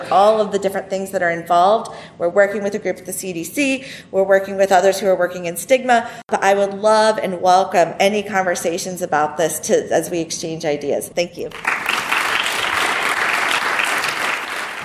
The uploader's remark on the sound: This episode was recorded at our recent conference entitled Getting Real About Health Care for All. An outstanding panel at the conference asked the question Can We Make Health Care Inclusive?